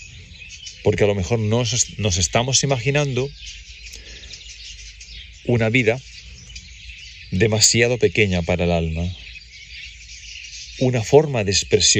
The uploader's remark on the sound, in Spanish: Este episodio fue grabado durante un paseo reflexivo y contemplativo en la Naturaleza